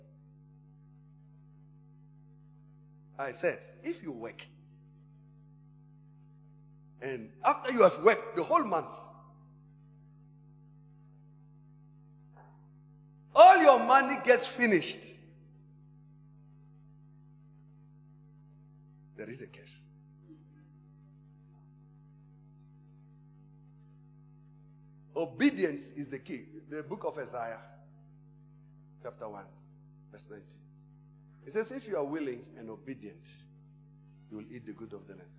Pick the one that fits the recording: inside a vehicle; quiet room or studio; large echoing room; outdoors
large echoing room